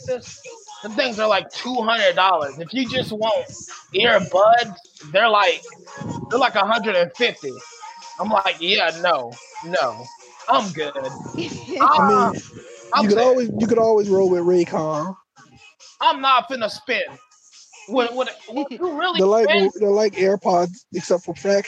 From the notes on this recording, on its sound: Apologies for the somewhat bad quality and the amount of background noise.